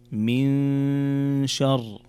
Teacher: هنا نون ساكنة جاء بعدها حرف الشين، والشين من حروف الإخفاء، فتقرأ من شر.